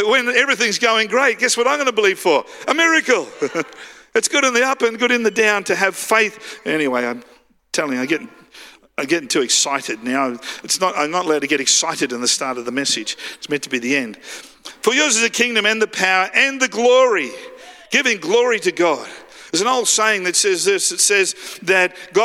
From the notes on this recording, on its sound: live at Freshwater Church on Sunday the 19th of March 2023